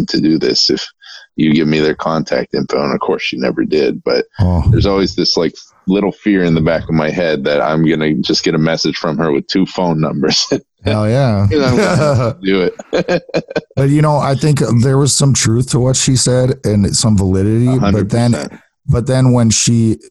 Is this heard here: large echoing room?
no